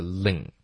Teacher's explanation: 如果后面带一个 in 呢，你舌头要弹下来发这个 lin